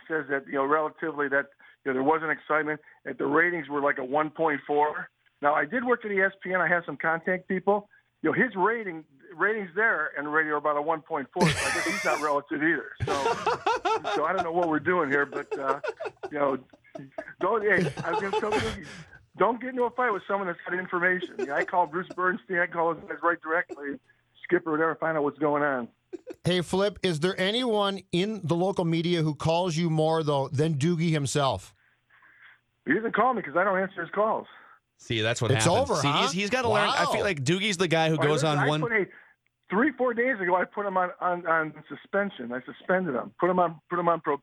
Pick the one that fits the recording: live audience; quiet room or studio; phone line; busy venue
phone line